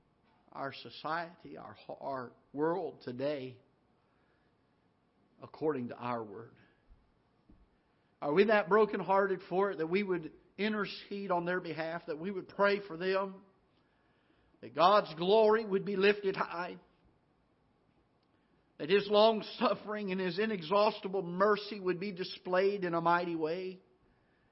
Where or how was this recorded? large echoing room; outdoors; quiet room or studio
large echoing room